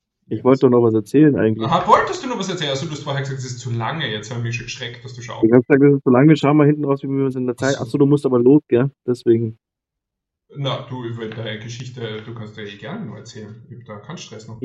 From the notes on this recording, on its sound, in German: Mangelhafte Tonqualität. Ist mal wieder unterwegs. Sollte die Tonqualität nicht die allerbeste sein, sorry, aber wir mussten ein bisschen improvisieren.